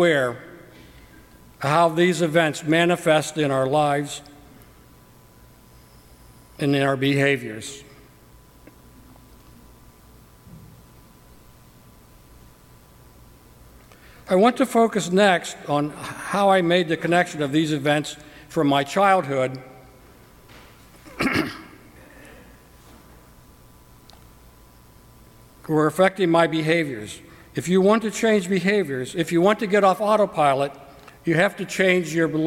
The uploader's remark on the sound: During the 9:00 AM service on Sunday September 3, 2017, at First Presbyterian Church of Arlington Heights, Illinois. Part of Lay Preaching Sunday.